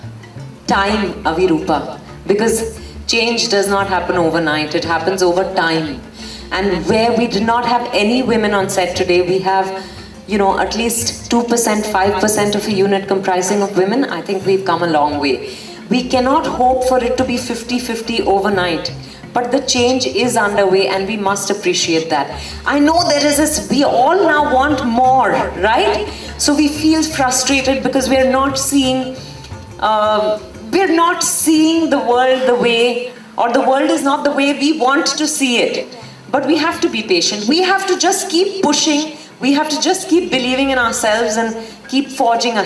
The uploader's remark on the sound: In Conversation session | IFFI 2023